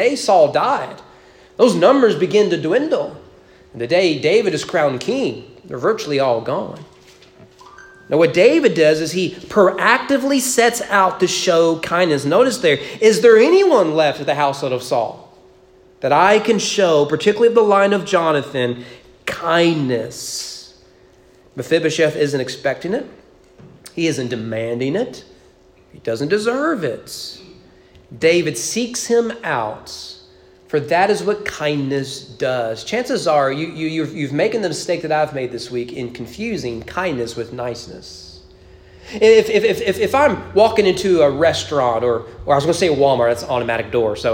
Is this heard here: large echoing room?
yes